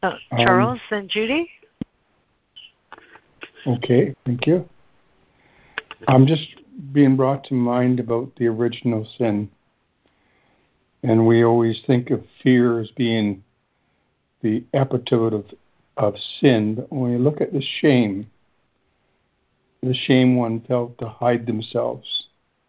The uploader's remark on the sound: ACIM Daily Conference Call